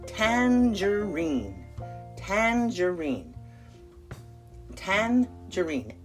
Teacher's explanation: Emphasis on the first tan